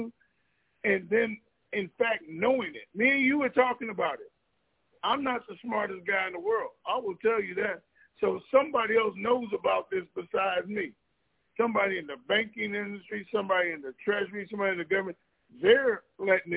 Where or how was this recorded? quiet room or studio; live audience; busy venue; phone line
phone line